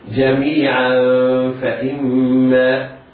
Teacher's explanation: يعني طرف اللسان ابتعد بعض الشيء عن لثة الأسنان العليا، والاعتماد في نطق الغنة على الخيشوم · Term: الإخفاء